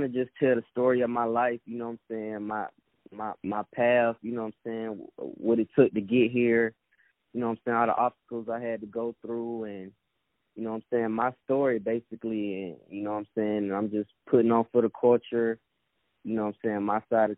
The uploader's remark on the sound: On the phone